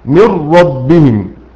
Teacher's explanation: إدغام كامل وما فيش أصلا غنة أبدا